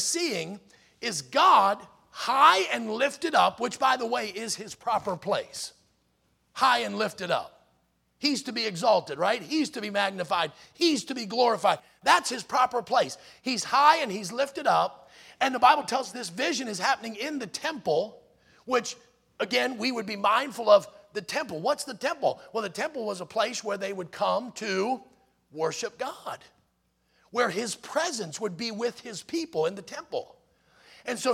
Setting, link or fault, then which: setting, large echoing room